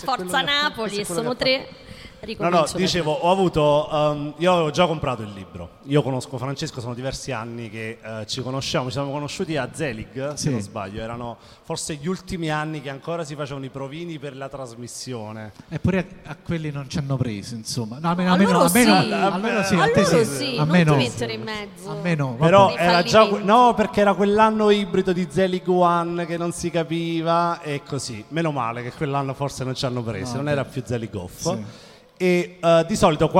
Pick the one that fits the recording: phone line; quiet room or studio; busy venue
busy venue